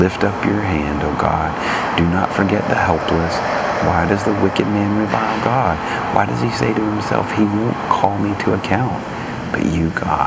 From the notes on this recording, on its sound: Sitting by an elevator in Toronto hotel so sound quality is not normal!